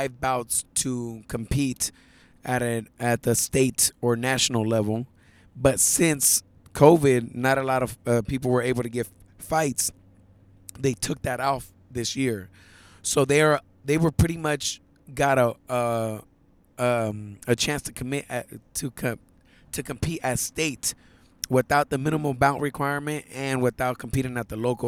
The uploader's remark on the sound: Recorded this podcast on his way to Los Ángeles for the Silver Gloves state championships.